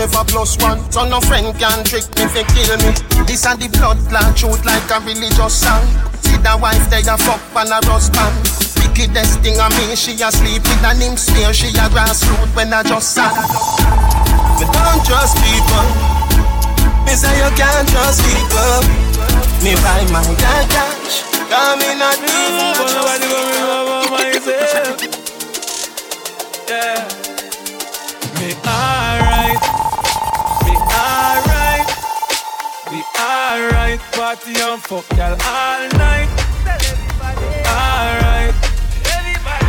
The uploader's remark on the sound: Hush Lounge 17.10.20 (Live Audio)